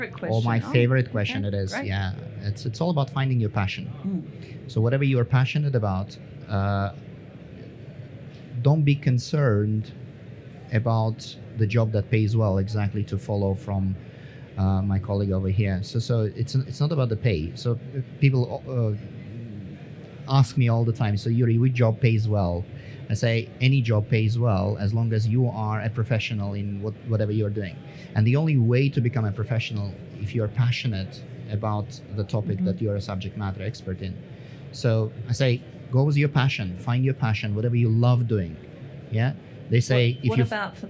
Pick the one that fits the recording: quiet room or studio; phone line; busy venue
busy venue